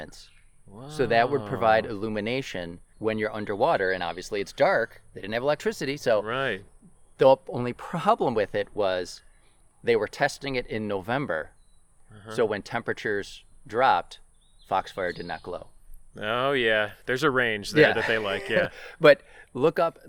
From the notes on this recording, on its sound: This episode was recorded in the Eternal Flame Falls section of Chestnut Ridge Park in Orchard Park, NY on July 4th, 2018.